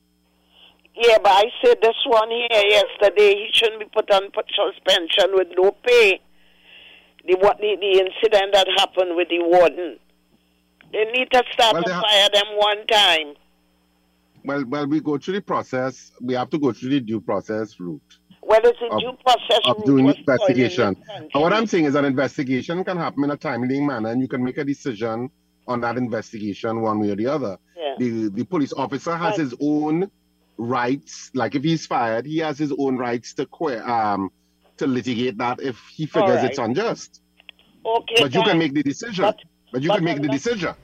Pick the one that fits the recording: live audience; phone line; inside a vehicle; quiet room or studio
phone line